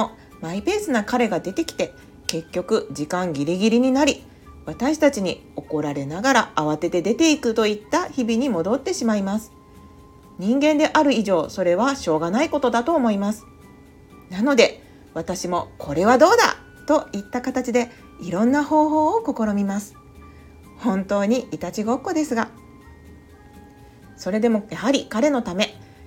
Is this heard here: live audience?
no